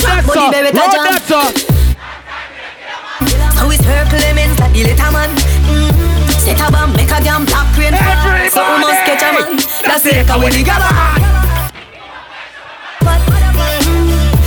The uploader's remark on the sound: Live Audio.